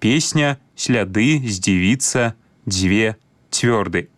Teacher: пры карэктным беларускім вымаўленні свісцячыя зычныя прыкметна памякчаюцца перад наступнымі мяккімі гукамі · Term: мяккасць свісцячых зычных